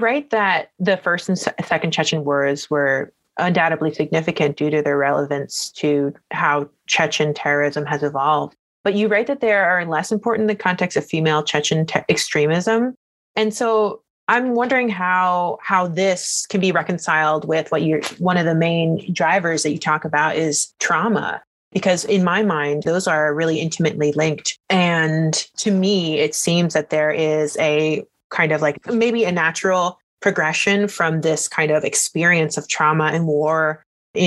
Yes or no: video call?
yes